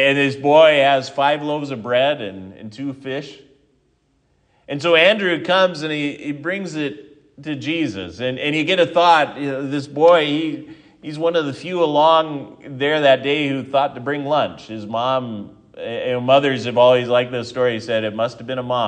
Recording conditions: large echoing room